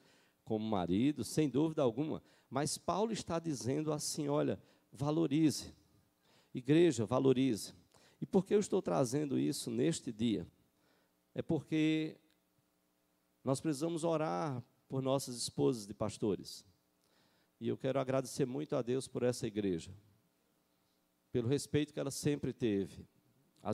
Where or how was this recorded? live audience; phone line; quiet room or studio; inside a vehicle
live audience